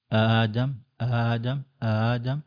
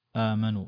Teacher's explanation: أبدلت الهمزة هذه بألف ويكون أسهل في النطق · Term: مد بدل